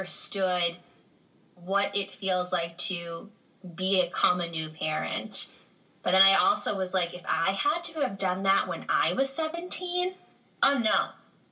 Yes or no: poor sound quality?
yes